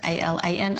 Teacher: The girl's name Ellen, and the boy's name Alan. I would say them exactly the same.